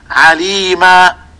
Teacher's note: أبدلت التنوين المنصوب ألفا في حالة الوقف